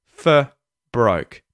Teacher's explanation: the R at the end of the word for isn't pronounced. For. Because there's a B, a consonant sound that comes after it at the start of the word broke.